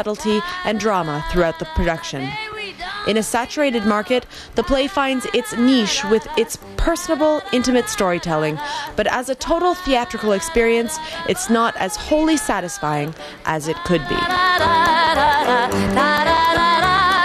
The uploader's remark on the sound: from the 2009 Dancing on the Edge Festival.